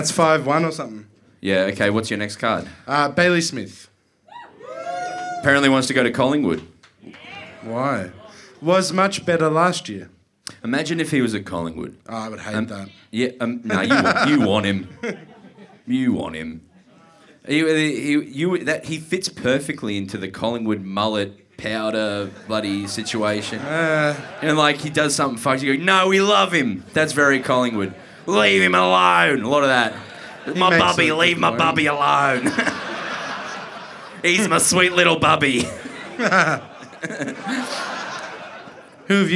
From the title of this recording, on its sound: Live From The Corner Hotel Melbourne